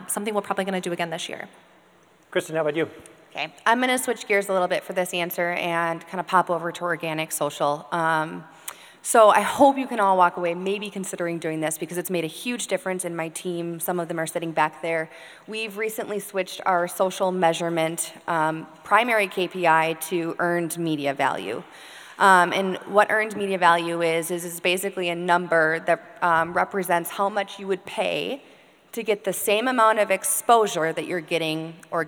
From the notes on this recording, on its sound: Recorded Live from Hubbard Digital Academy.